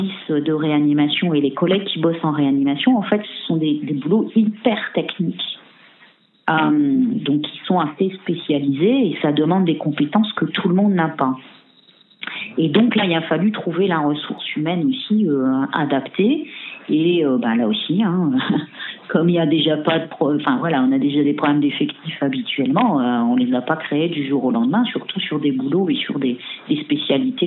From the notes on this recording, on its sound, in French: Entretien téléphonique réalisé ce 18 avril